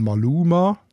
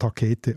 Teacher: die stimmhaften Laut L, M, B, D, G, dass man die als weich empfindet und rund und die stimmlosen härten Laut P, T, K assoziieren wir mit etwas Spitzem und Härtem